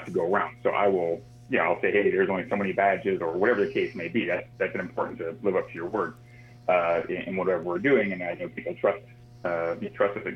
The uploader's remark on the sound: a phone interview